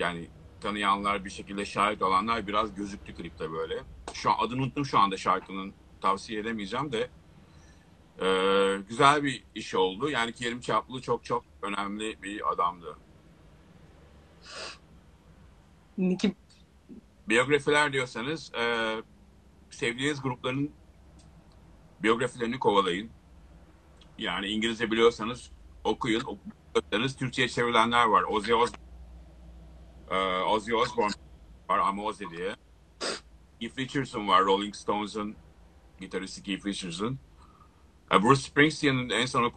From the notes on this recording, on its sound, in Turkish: 3 Mayıs 2020 tarihli Instagram Live kaydı.